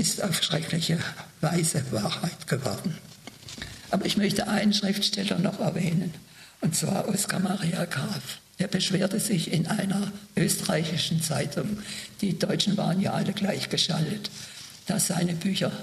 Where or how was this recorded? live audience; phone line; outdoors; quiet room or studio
live audience